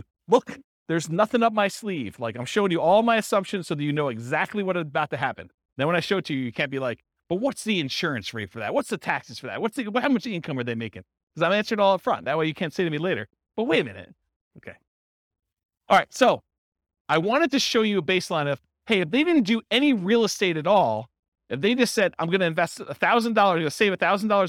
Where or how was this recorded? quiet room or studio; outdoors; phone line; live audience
live audience